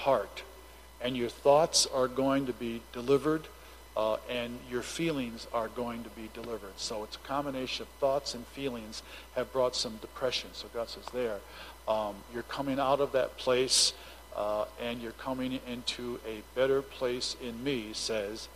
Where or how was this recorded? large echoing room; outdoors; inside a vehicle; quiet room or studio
large echoing room